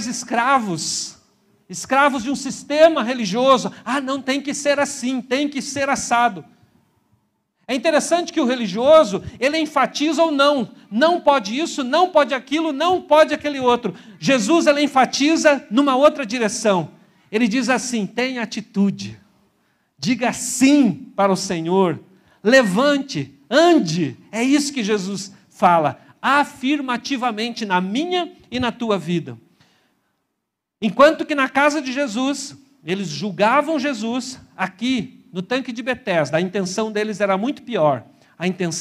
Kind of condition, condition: setting, large echoing room